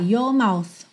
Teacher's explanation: Como não tem a enrolada da língua no R, your mouth, fica mais fácil até de juntar.